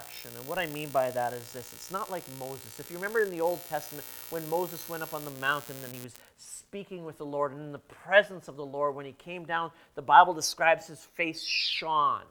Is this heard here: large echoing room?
yes